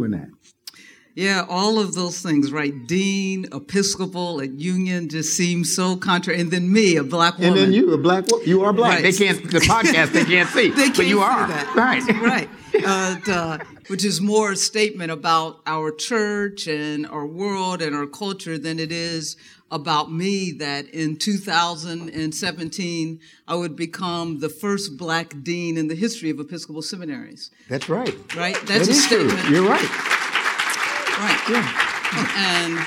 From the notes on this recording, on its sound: From our live show at Rooted in Jesus in Atlanta.